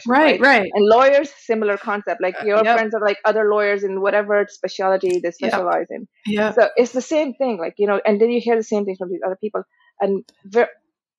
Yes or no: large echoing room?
no